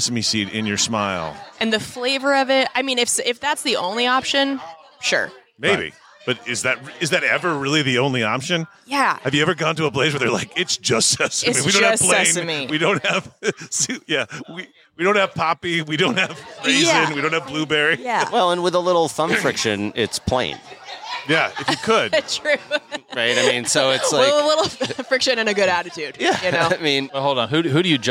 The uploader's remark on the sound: Recorded Live at the Punchline Comedy Club.